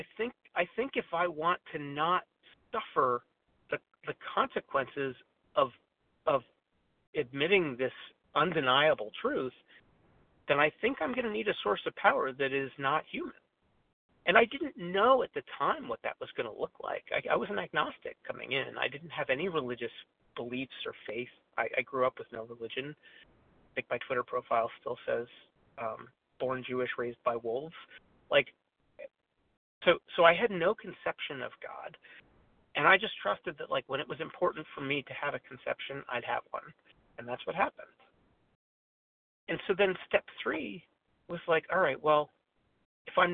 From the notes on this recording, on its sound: 100 Pounders Phone Meeting, 1/28/23